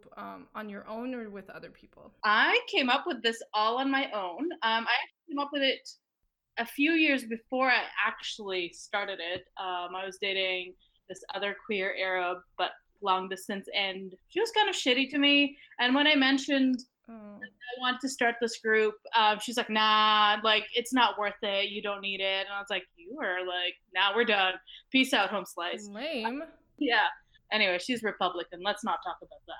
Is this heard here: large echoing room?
no